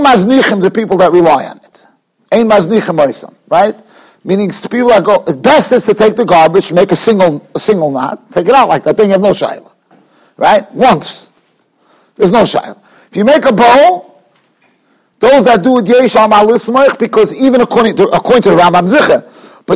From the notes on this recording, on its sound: Shiur recorded in Yeshivas Ohr Reuven, Monsey, NY.